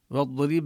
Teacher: نبين كسر الراء وقلقلة الباء